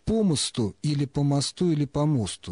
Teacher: Когда мы ставим ударение, переносим ударение существительного на предлог · Term: перенос ударения на предлог